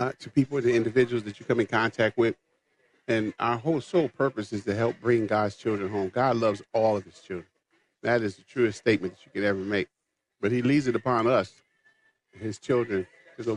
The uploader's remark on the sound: LIVE from the MN State Fair